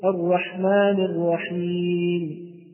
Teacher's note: الروم أن نأتي ببعض حركة الرحيم هذه الميم المكسورة